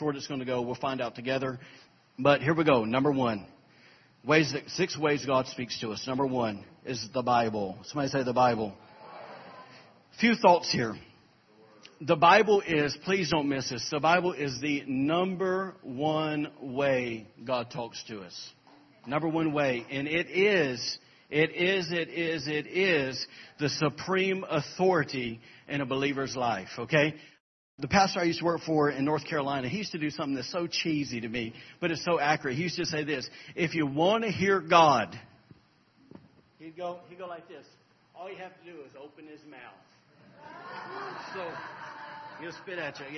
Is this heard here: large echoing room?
yes